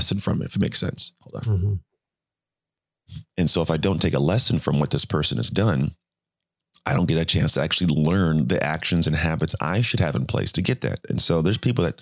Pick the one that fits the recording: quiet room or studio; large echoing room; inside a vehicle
quiet room or studio